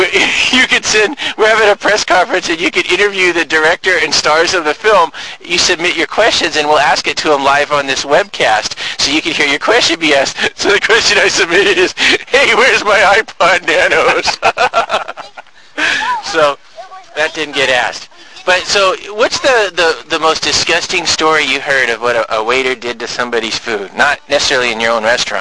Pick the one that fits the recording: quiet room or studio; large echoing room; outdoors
outdoors